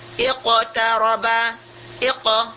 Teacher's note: walaupun dia mati sebelumnya baris bawah, dia itu adalah ditafkhimkan tafkhim yang kuat, ditebalkan iqtaraba, iqa.